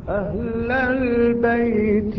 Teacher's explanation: في الوصل لا نستطيع أن نمد البيت كثيرا · Term: المد